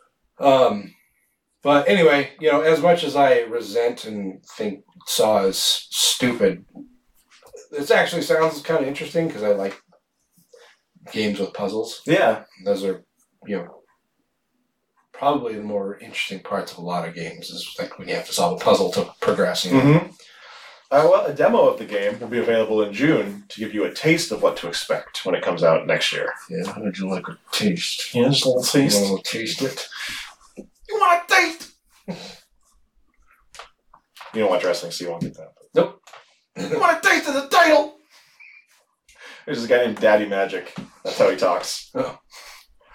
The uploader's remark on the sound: We made an oopsie with the sound on this one.